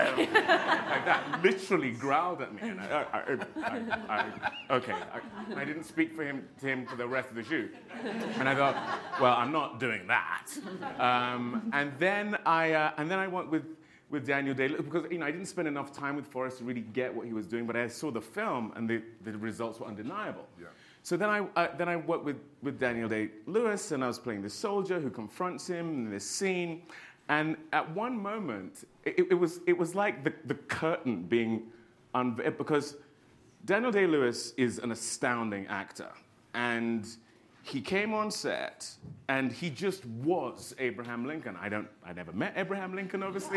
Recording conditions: live audience